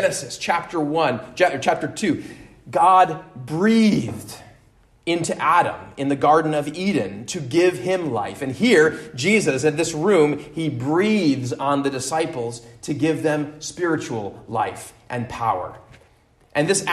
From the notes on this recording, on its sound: at Immanuel Lutheran Church in Pasadena, CA